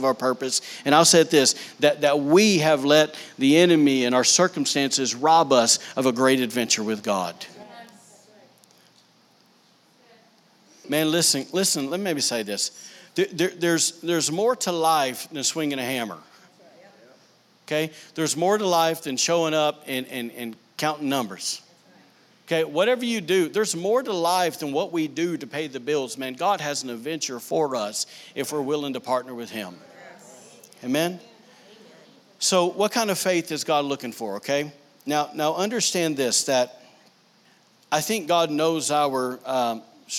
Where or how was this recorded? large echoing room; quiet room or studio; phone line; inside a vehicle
large echoing room